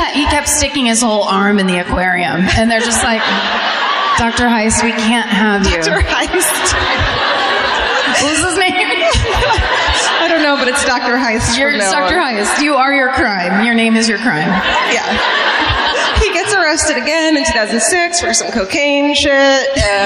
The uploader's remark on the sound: Live at the Fox Theatre in Atlanta